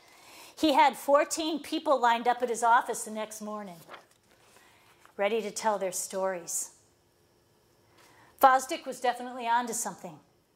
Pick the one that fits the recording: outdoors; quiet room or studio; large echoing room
large echoing room